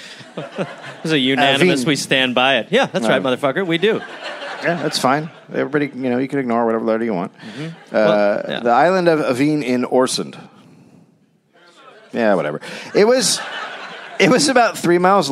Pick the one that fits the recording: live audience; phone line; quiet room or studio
live audience